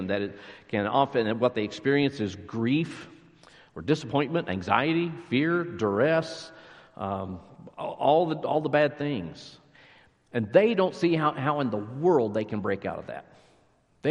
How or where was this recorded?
large echoing room